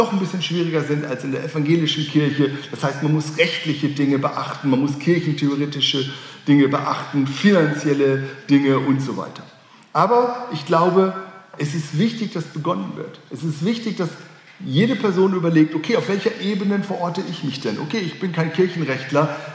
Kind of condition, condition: setting, live audience